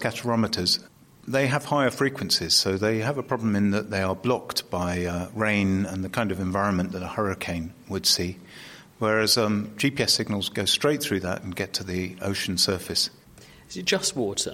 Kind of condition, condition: setting, busy venue